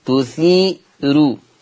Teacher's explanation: قرأ ورش بترقيق الراء وصلا، أما وقفا فهي مرققة للجميع. هذه الراء عند الوقف تثير مرققة وقفا لجميع القراء، أما وصلا فهي مرققة لورش خاصة تثيرو.